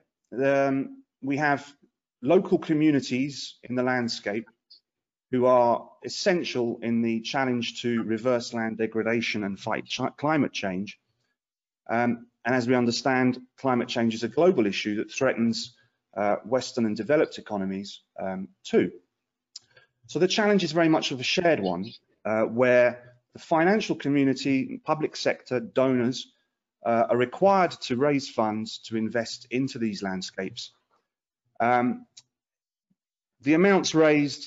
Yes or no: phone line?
no